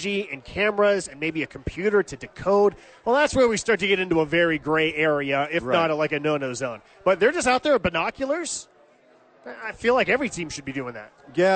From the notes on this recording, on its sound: live from Sadies!